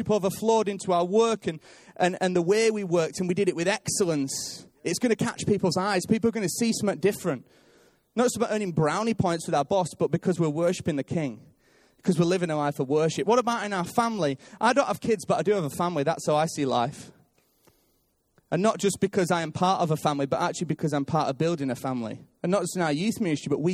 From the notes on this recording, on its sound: Recorded live at Life Church Lancashire on 3rd March 2019